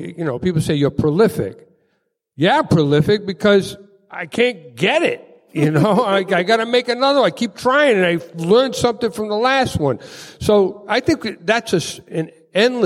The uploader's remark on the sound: taped live at RISD as the keynote presentation of Design Week RI